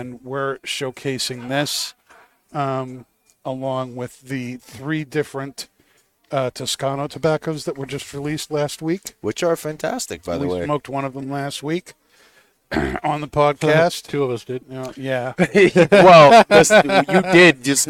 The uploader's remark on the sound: Recorded live from the 7-20-4 Lounge!